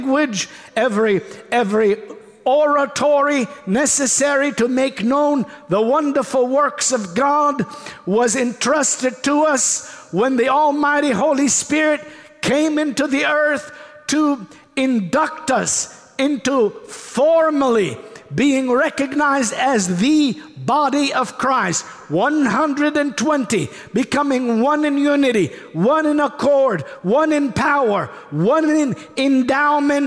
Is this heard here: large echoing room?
yes